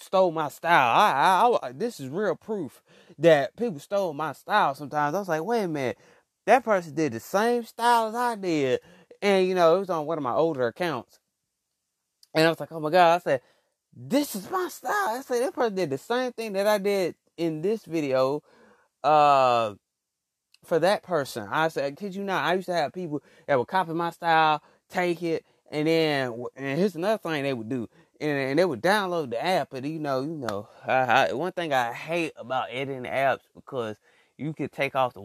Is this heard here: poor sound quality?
no